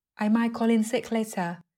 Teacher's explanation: Câu này có một lưu ý về phát âm, đó là từ might. Mình sử dụng glottal stop là âm tắc hay âm nghẹn thay cho t, hay còn được gọi là glottal t.